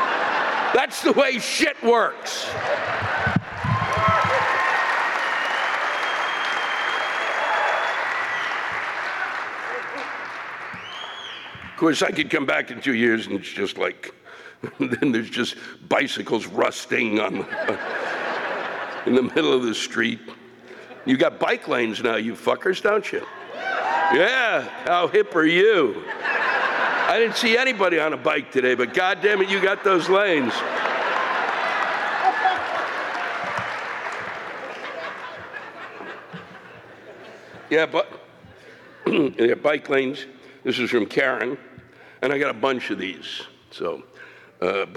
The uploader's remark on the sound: This week’s live rants come from the Chrysler Hall in Norfolk, Virginia on November 16, 2017.